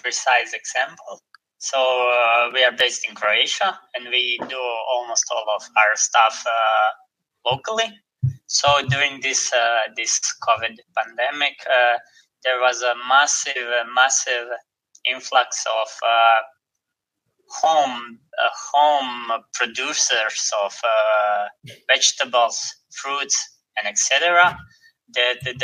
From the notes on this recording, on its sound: Do the Woo Podcast Live on WP Feedback Online Summit. What happens when you get a group of WordPress geeks, gathered in a virtual networking space at an online summit, and you drop it on them that you are going to record a podcast live, then and there?